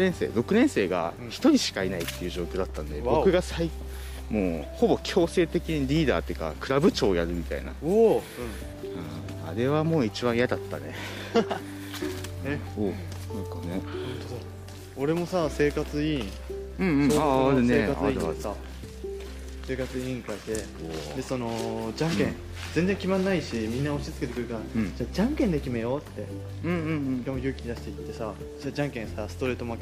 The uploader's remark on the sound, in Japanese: YouTubeと同時配信！カメラテスト兼ジンバルテスト兼ラジオ収録。今回実はカメラで収録をしました。